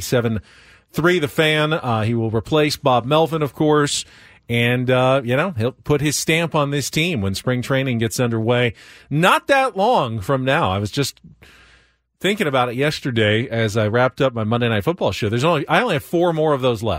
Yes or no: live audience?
no